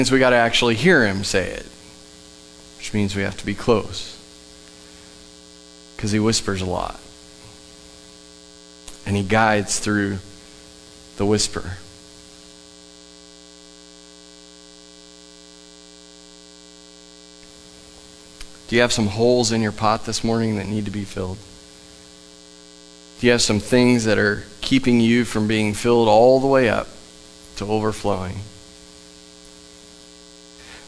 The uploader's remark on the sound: Sunday Morning at The Summit. Live from The Summit Church in Dover, OH.